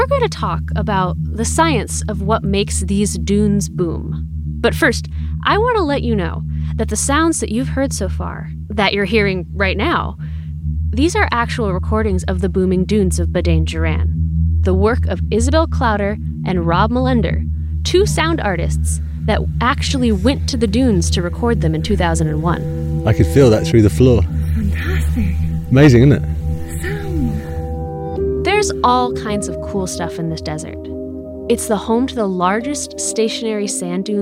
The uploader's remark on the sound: An audio postcard from the desert of Badain Jaran in China. Home of the Booming Dunes, and possibly the coolest sand sounds you’ve ever heard.